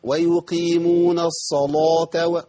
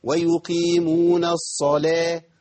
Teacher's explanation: ويقيمون الصلاه اللام بعد الصاد لا تفخم · Shown in: second take · لان اللام تفخم عندنا عند حفص في اسم الجلاله فقط، كلمه الله وكلمه اللهم.